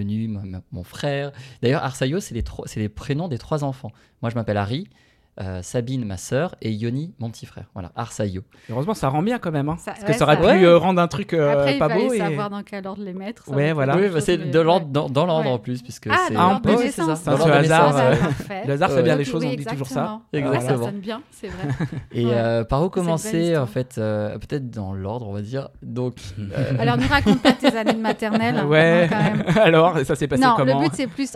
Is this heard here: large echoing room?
no